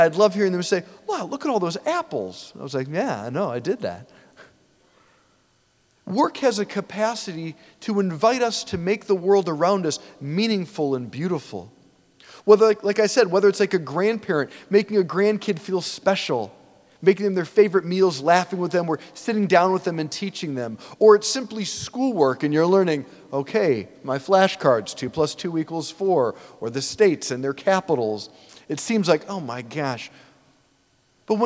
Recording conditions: large echoing room